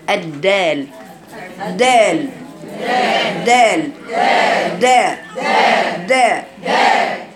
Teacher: فلا بد أن تراعي المحافظة على الشدة والجهر وعدم جرائن النفس عند نطق الدال. الدال دال دال دال دال دال دال.